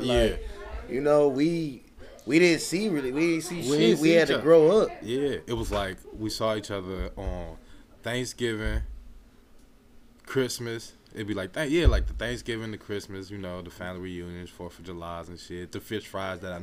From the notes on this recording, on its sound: this is what happens when you try to record a podcast during the begging of a party